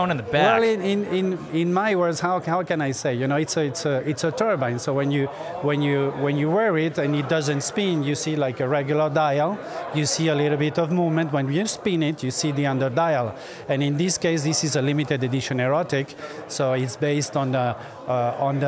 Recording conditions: busy venue